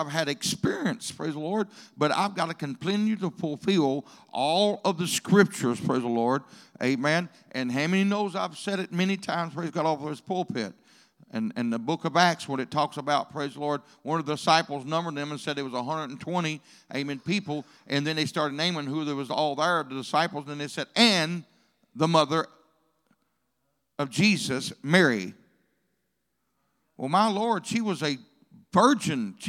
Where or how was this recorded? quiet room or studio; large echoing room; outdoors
large echoing room